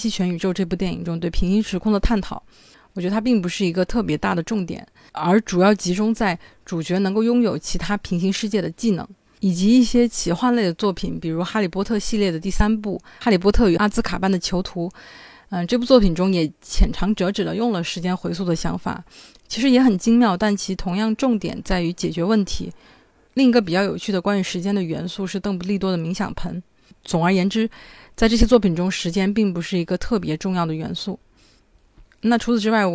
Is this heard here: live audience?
no